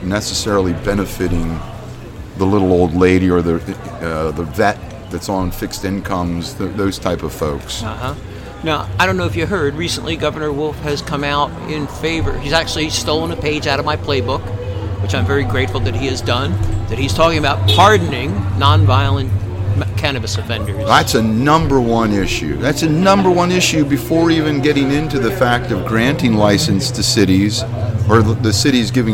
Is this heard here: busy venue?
yes